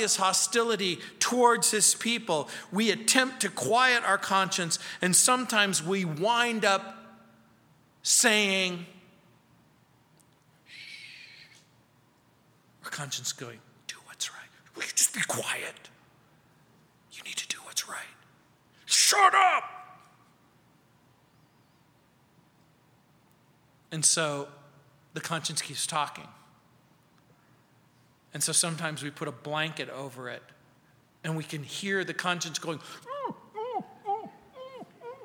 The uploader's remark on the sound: at Calvary South Denver in Littleton CO